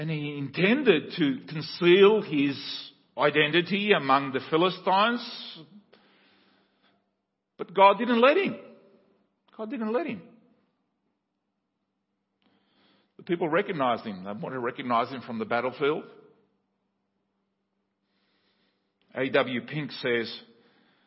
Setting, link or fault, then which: setting, large echoing room